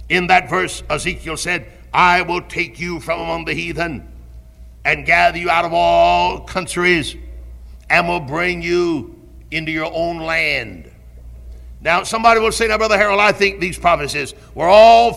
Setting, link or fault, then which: setting, large echoing room